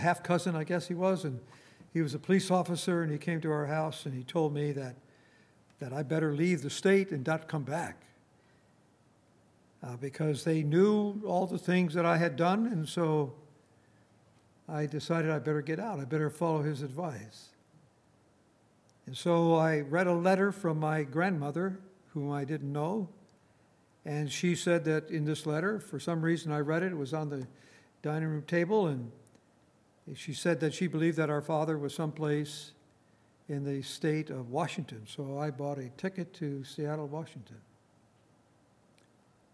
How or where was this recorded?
large echoing room